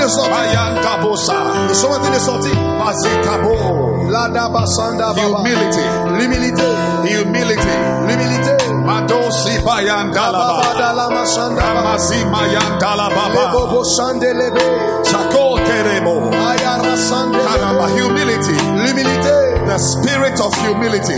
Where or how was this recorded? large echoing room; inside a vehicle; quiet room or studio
large echoing room